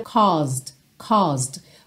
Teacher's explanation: Essa primeira parte da palavra, essa primeira sílaba, é mais comprida